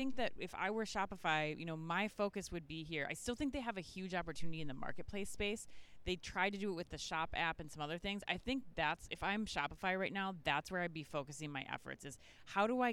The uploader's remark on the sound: live from Shoptalk Europe in Barcelona